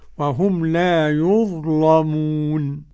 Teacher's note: قرأ ورش بتغليظ اللام